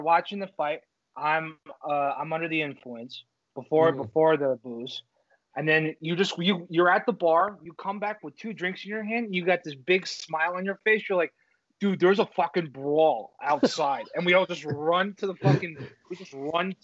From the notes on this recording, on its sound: We're snowed in! Due to the insane winter storm here in northeast NJ, the guys called.